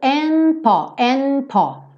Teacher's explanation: Uma coisa que acontece com muita frequência que é and, termina com esse D que seria t, t, t, mais percussivo, mas eu já estou fechando a boca para um P Poderia acontecer também com um B, tá? Então, quando eu já tô fechando a boca para o P ou para um B, esse D costuma sumir. Então, eu acabo ouvindo and paw, and paw, tá?